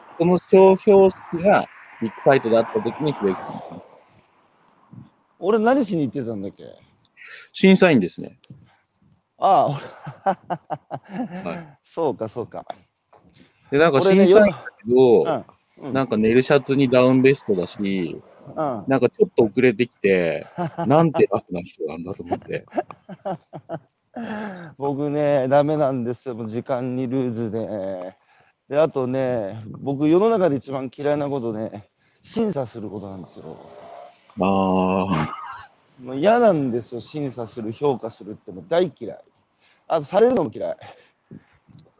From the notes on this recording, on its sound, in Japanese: 歩きながら1時間、対談する